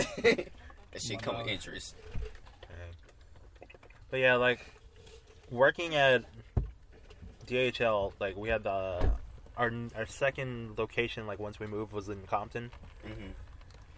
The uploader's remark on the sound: jumps in the car to talk